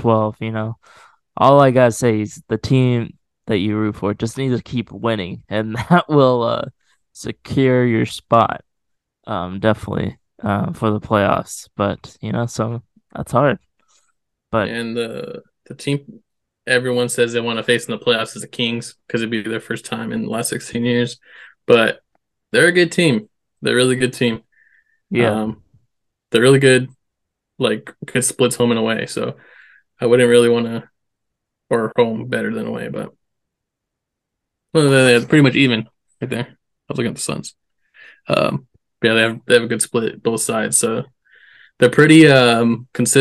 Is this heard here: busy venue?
no